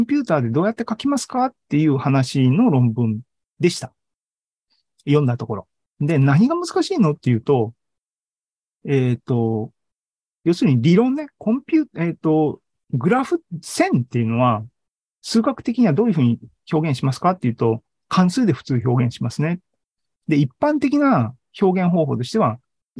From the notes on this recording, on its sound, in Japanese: ２０２２年１０月２６日に開催した ZOOMライブの模様です